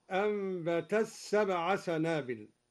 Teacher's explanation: أدغم الدوري التاء في السين